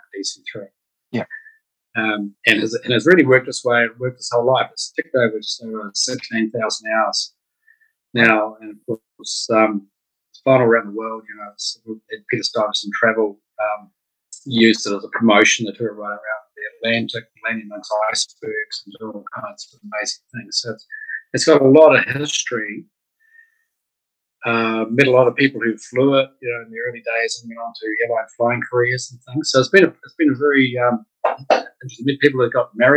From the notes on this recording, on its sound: Unfortunately the evening that we recorded this interview the Zoom connection was not quite as clear as it should have been, so apologies in advance for the audio quality.